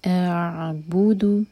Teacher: جب عین پر پہنچیں تو وہاں پر جلدی نہ کریں ورنہ جھٹکا آ جائے گا، قلقلہ نہیں کرنا. اعبود، با اور دال دونوں کے لیے ہمارے ہوٹ گول ہوں گے، یہاں پر دونوں پر ضمہ ہے.